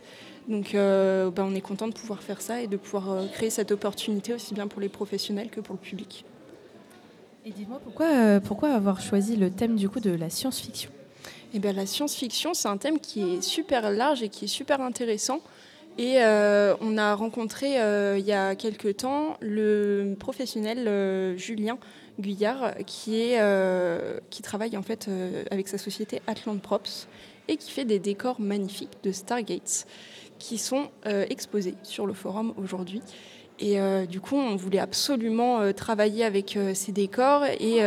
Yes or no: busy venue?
yes